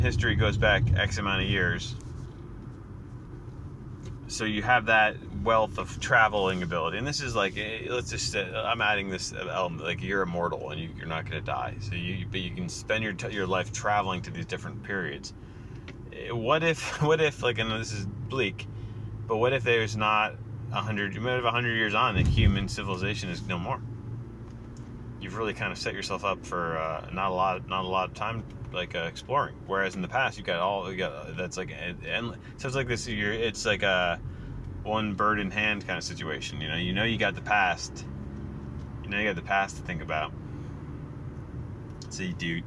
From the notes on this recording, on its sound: The posting of the THREE morning pods i recorded in my car, that is.